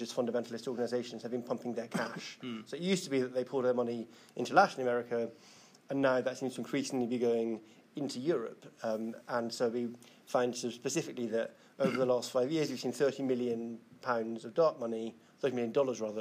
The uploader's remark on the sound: Takes audience questions after the talk (the talk itself was not recorded).